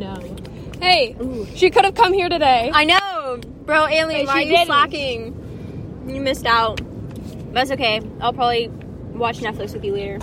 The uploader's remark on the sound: we finally meet up in person at the beach